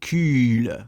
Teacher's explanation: Und damals hat man das noch mit so langem I ausgesprochen. Also K-Y-L-E wird es geschrieben, dann Kiele, ne?